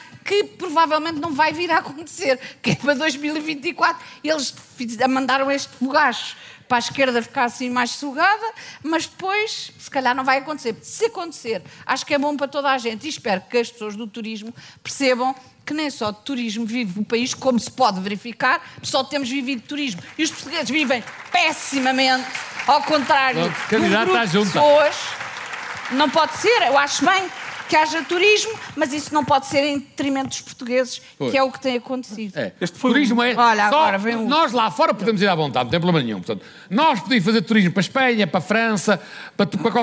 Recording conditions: live audience